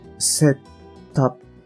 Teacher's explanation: まず、set と up がくっつきます。